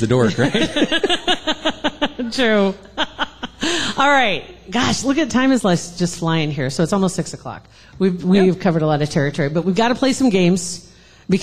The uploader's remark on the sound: Live Podcast Event. In front of a live audience.